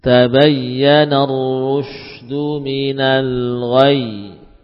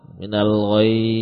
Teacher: Minal ghoi tidak tepat, bukan bertempatnya. Kita hanya bisa membaca satu huruf ya, mengesankan tasydidnya dengan cara menaikkan nada. · Shown in: first take